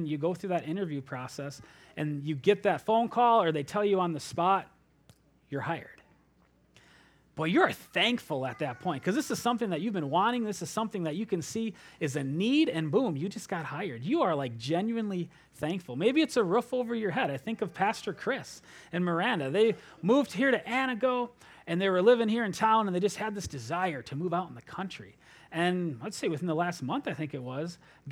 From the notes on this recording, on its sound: at Springbrook Church in Antigo, WI.